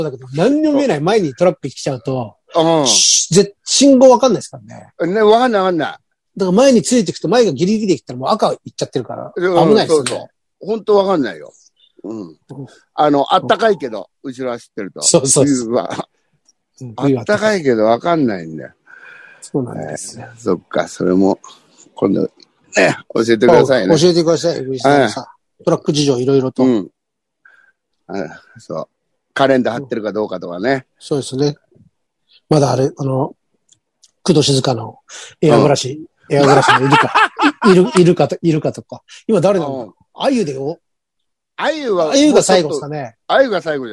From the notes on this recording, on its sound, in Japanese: ZOOMで収録。